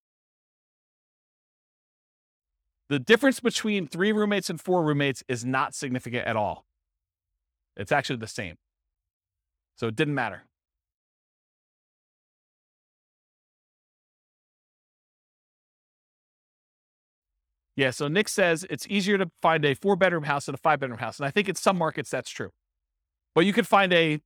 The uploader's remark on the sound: This was a live class recorded